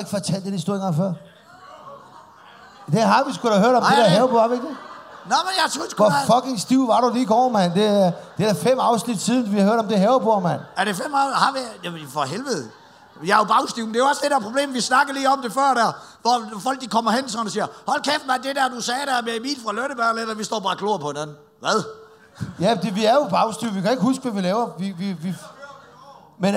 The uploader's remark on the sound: Live fra Jelling festival.